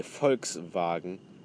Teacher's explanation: in German, the V sounds like an F, and a W sounds like a V · Term: German accent